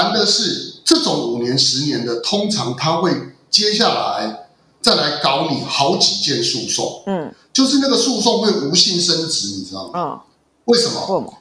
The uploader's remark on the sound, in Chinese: 請放下對音質的罣礙，帶著喜樂的心聽完它吧（合掌）。